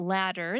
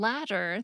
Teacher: ladder, the thing you climb, and latter, the opposite of former, often sound the same when people are speaking American English · Term: alveolar flap